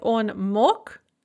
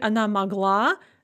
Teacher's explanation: So note that on mok, the g is pronounced like a ka because of word final devoicing · Shown in: first take · but we add the feminine ending ana magla, the g is pronounced as a g once again.